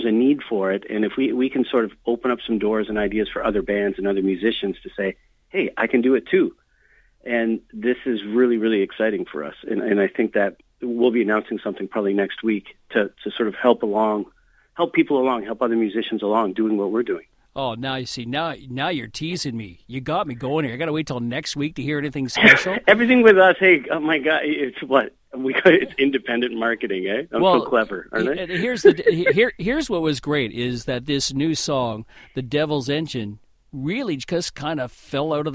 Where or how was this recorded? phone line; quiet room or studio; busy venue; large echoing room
phone line